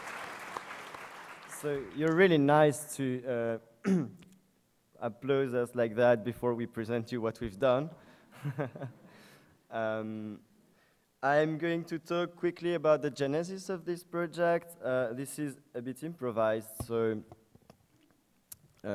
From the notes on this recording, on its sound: at the UNICA Student Conference 2014, UNIL